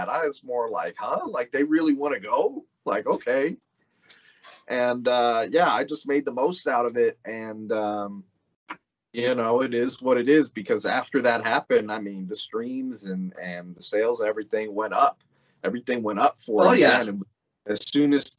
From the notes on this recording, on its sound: skype interview